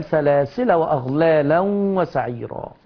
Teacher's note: وعند الوصل كده كده الألف محذوفة فتفتح اللام، سلاسل وأغلالا وسعيرا.